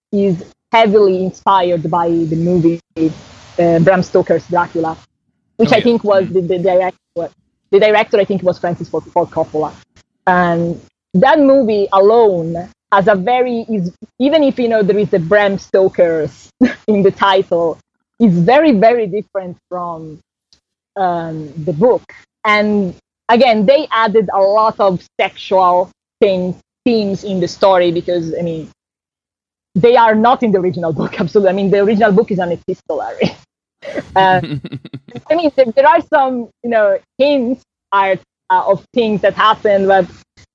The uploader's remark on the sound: Because of the distance between us (she's in Italy), the audio quality is a bit rough this week.